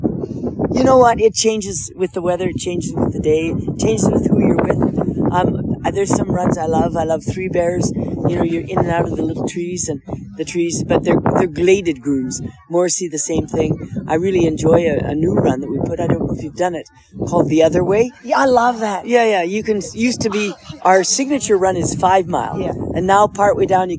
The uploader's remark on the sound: Is currently on the ski slopes in western Canada ata resort called Sun Peaks. Grabbed her phone and interviewed the champion there on the slopes. You might hear a bit of wind noise on the microphone.